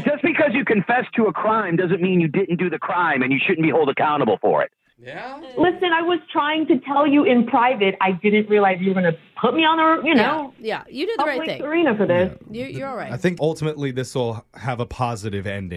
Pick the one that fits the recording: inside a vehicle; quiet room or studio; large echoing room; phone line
phone line